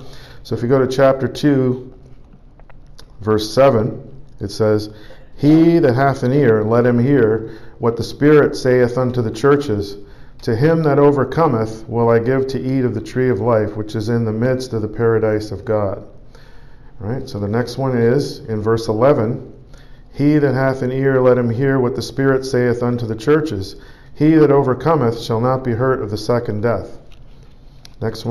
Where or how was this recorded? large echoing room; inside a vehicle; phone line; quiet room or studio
large echoing room